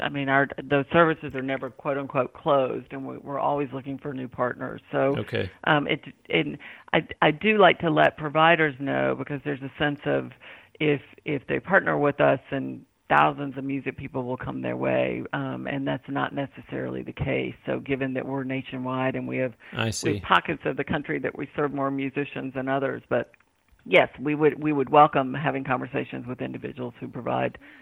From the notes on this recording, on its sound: Checks in from Nashville. Calls in from Washington, DC.